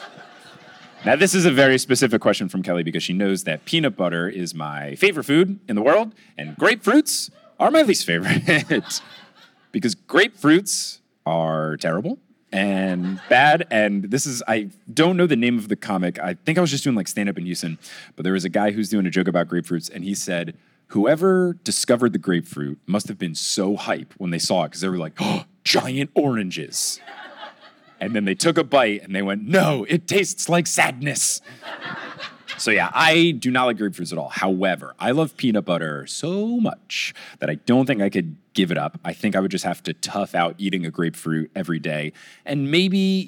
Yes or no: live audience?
yes